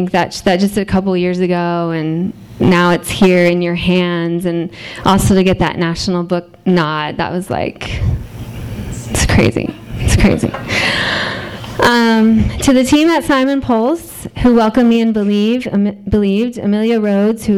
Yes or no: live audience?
yes